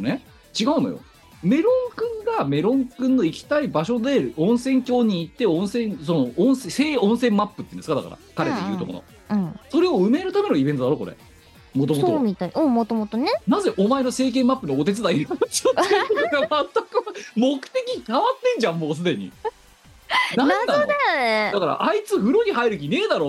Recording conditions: video call